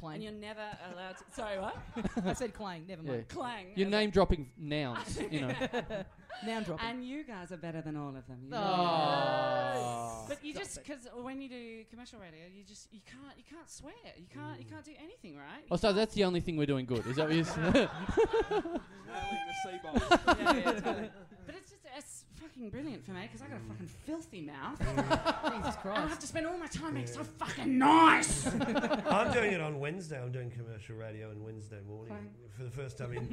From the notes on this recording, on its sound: Recorded LIVE at Softbelly Bar